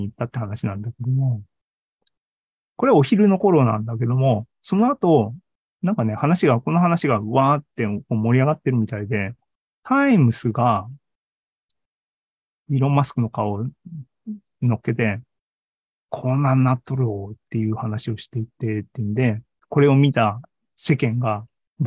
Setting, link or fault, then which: link, video call